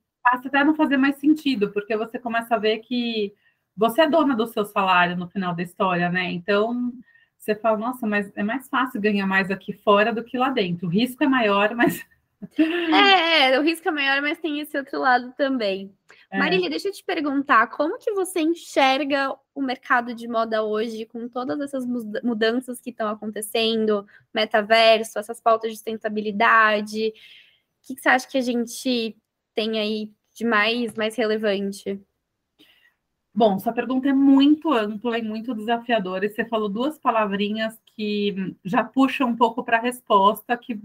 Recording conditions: video call